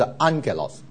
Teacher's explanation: 在希腊文 double gamma 呢，它会变成是这个发音，是 NG 的发音，所以 N 是这个发音，所以变得是 Angelos double G 它会变成的发音呢，因为两个 G 很难都是重都是喉音后面，所以很难发，所以就把前面一个变成是鼻音啊，new 啊，所以发音是 angelos 啊，天使或是 messenger，angel ormessenger。然后下面 doxa 啊，doxa，所以我们上一讲过了，这个荣耀三一颂 doxology 啊就是荣耀颂啊，颂赞神的荣耀叫三一颂 doxology，荣耀颂。这个下面那个是 zenos。Zenos 然